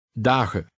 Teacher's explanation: The EN ending, which occurs frequently in Dutch, is always unstressed.